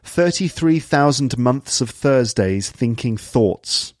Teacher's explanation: So th and th are pronounced fully and not as f or v. · Term: TH sounds